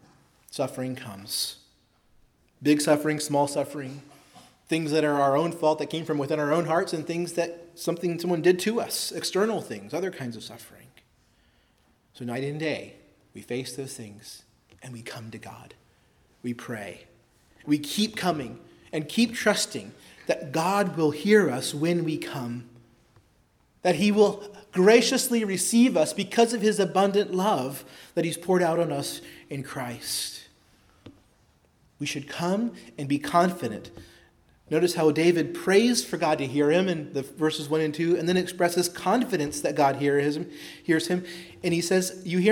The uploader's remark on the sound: preached at Christ Our Savior Baptist Church on Sunday, November 12, 2023